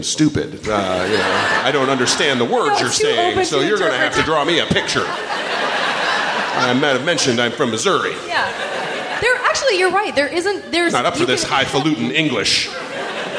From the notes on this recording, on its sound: This special live episode recorded at the 16th annual SF Sketchfest